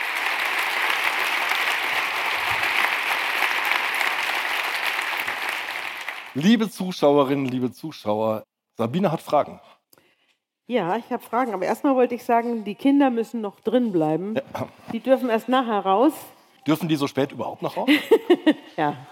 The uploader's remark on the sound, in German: Liveaufzeichnung von der Langen Nacht der ZEIT (Teil 1)